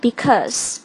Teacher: 很多同学会发成 because，这里是没有这个 r 的音的。OK，看一下拼写 because。还有就是全部的这个 all，a double l 这个单词 all 不要发成 or。还有就是 also，I'm also going tohelp。also 不要发成 also，还有就是 be 动词的过去式 was，I wasthere，不要把 · Term: 卷舌音